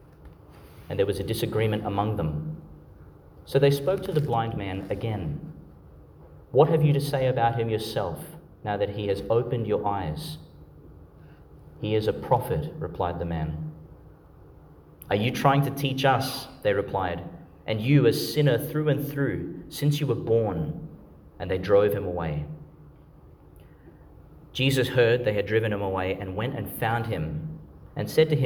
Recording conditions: large echoing room